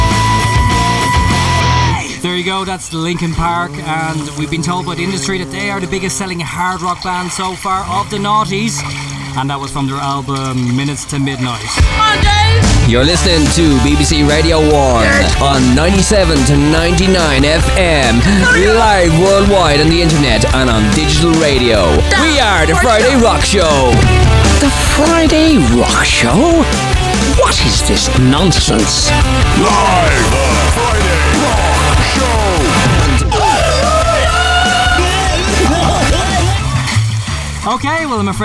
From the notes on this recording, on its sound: Live from the Silver Strand! A large ship nearly crashes into the hosts. A live radio broadcast from the Silver Strand in the cold of an Irish summer.